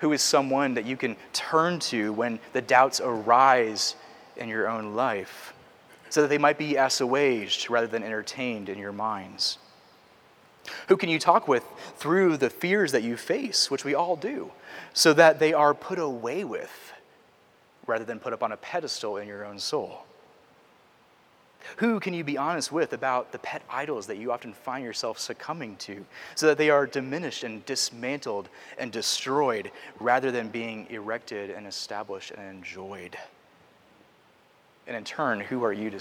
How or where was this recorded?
large echoing room